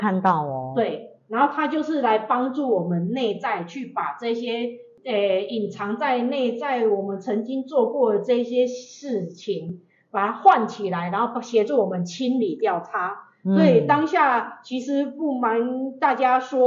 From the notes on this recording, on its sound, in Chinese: 因錄音設備問題，造成錄音品質受到影響出現雜音及干擾